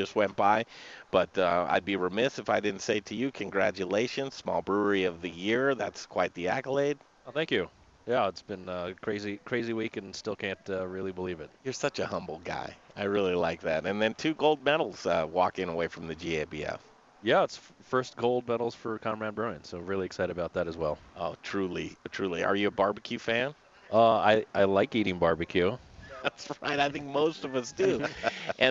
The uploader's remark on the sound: Learn from the BBQ Pitmasters in Denver! Live at Proud Souls Barbecue & Provisions for a BBQ class.